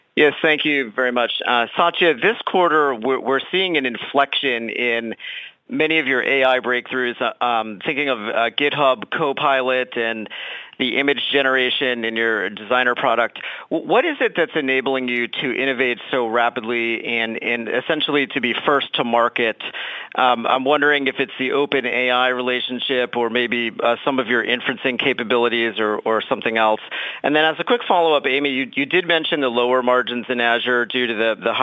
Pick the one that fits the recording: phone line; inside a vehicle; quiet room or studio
phone line